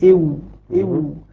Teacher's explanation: يعني يقول مثلا وقال هذا مش واو، وقال، لأن ضم الشفتين ضما محكما، ضما محكما إو هذه الواو. إذا الواو من بين الشفتين مع ضم الشفتين ضما محكما